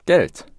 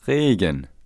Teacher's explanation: The vowel sound E can be pronounced short, as in Geld, which means money, or long, as in Regen, which means rain.